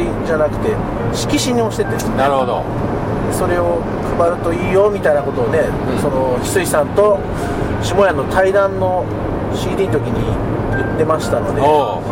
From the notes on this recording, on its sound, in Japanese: ドライビング対談収録をいたしました